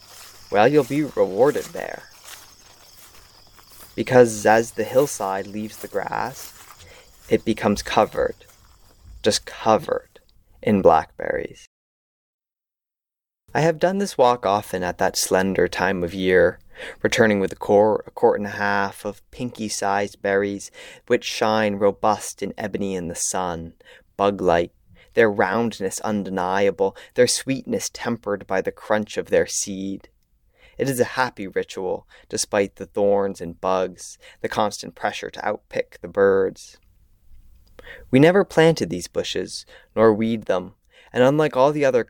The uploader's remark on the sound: An audio map of my backyard.